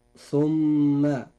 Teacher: حرف ثم نجد فيه حرف الميم وهو عليه شدة وفتحة. حرف الميم هذا يجب إظهار غنه بمقدار حركتين، فنقول هكذا: ثم، مرة أخرى: ثم. · Term: غنة